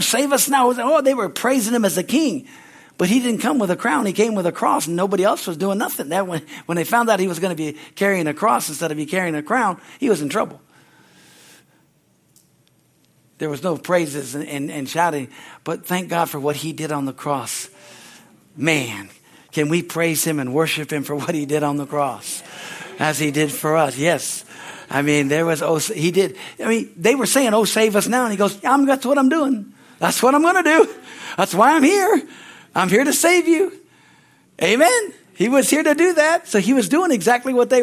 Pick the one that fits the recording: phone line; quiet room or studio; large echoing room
large echoing room